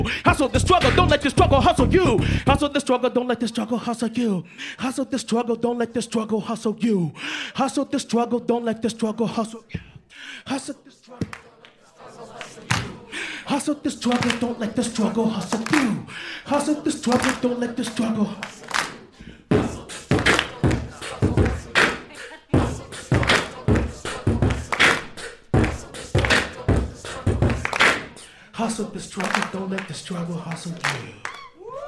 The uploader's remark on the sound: Secret Skin Live, Part Two